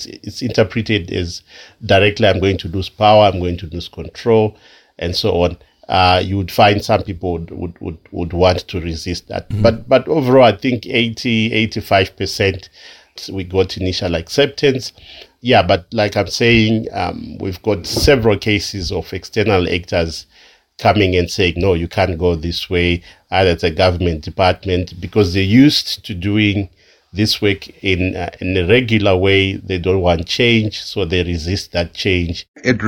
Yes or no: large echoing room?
no